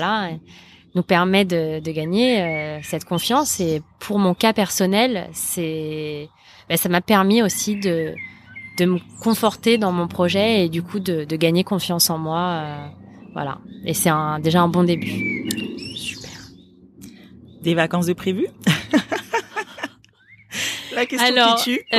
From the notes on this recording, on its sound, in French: J’ai enregistré cet épisode sous une belle matinée de juillet ensoleillée, sur la terrasse. Le chant des oiseaux nous a accompagné tout le long, ce fut très agréable !